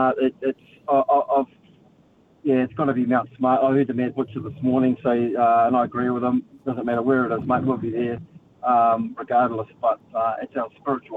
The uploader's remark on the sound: goes to the phone and text lines for the listeners thoughts